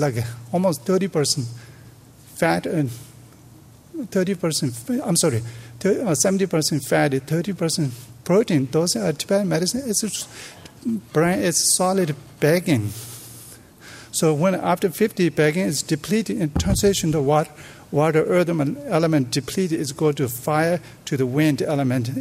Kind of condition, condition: setting, live audience